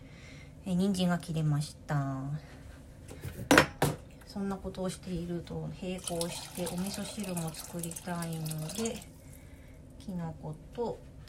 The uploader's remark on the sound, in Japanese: 夕飯の下準備をしながら収録してみました。作業しながらとるのは難しい。